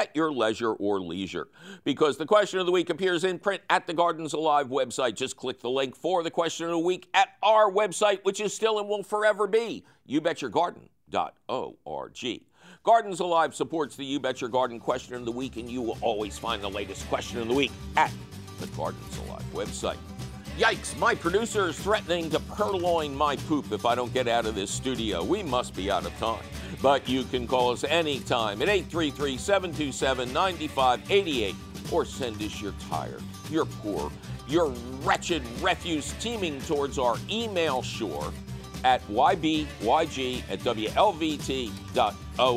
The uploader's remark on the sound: Its a fabulous phone call questions show!